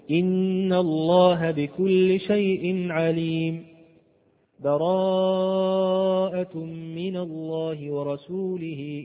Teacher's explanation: الوقف على آخر الأنفال مع التنفس ثم أول براءة. هذا هو الوجه الأول الفصل، فصل الجميع.